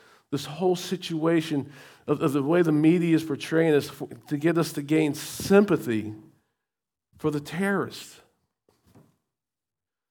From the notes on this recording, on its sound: recorded at Shenandoah Valley Baptist Church on Oct 15, 2023